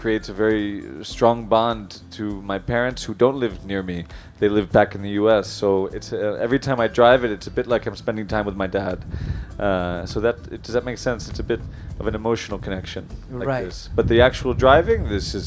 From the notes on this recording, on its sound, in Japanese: Porsche Festival インタビュー。今回は、6/3~6/4に開催されたPorsche Festivalでのインタビューの様子をお届けします。